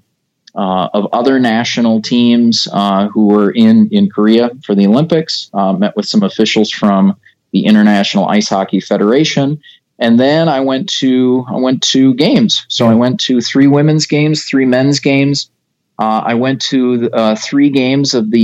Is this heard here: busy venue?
no